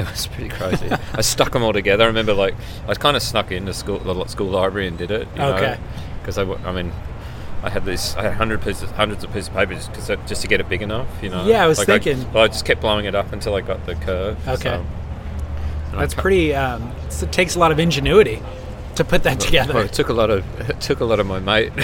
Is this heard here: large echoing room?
no